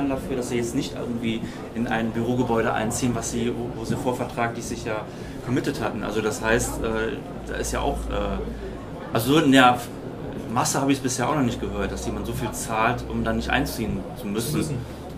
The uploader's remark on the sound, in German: Der Expo Real Live-Podcast. Herausgekommen ist ein Live-Podcast, der das Messegeschehen so wiedergibt, wie es sich für eine Messe gehört. Aufnahmegerät auf den Tisch, auf "Aufnahme" gedrückt und Tacheles gesprochen.